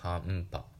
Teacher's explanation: 「はんぱ」の場合は唇を、まえー、閉じて発音してます